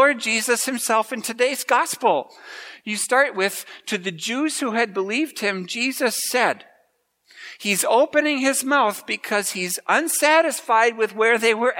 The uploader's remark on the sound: preached at Grace Ev.